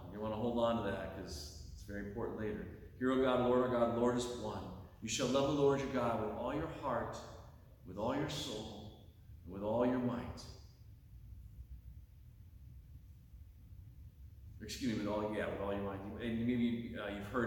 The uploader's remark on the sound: Delivered on Sunday, October 29, 2023 at Pottersville Reformed Church.